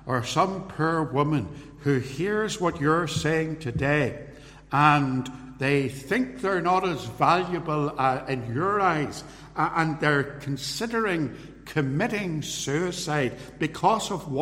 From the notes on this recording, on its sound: This recording is a sermon, preached live at Templepatrick Reformed Church